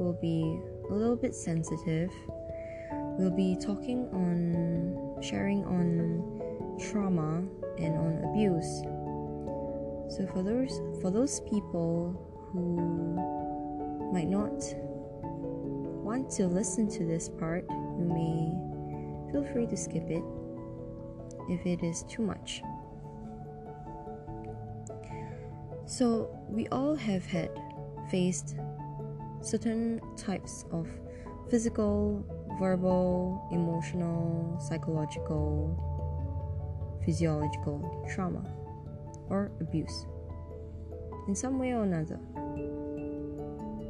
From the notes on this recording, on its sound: better to be heard on earphones as the sound volume is much softer for this episode